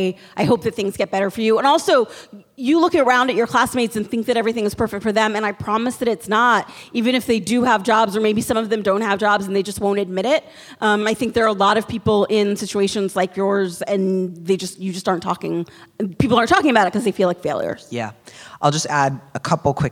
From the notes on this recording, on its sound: This week finds Dear Prudence live on stage at the Brava Theater Center in San Francisco. Questions from the live audience.